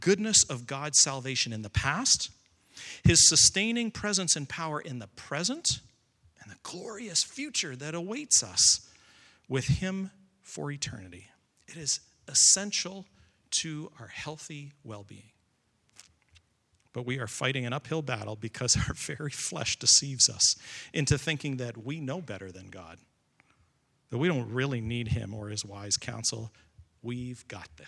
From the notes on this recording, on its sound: Recording of Sunday morning service